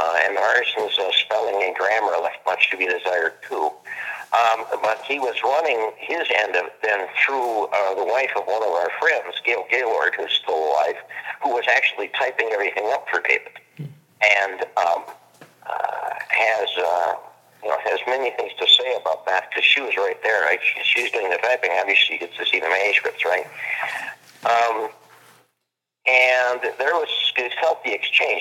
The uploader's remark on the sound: Live from Blackmoor Studios! Was on the phone and we were in an open hallway so the audio is not as great as we would have liked.